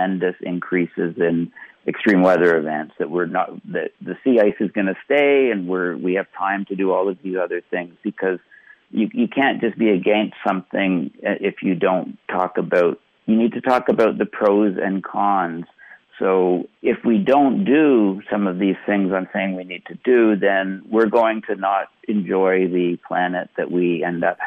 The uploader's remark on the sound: I want you to hear an extraordinary teleconference.